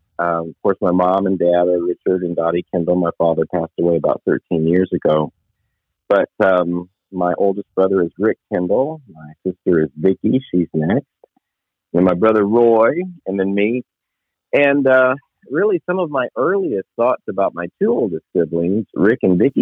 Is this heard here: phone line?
yes